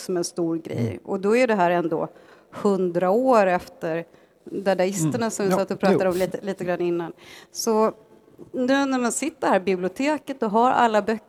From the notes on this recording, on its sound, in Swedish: Inspelad på Poesimässan, Stockholms Stadsbibliotek den 23 mars 2018.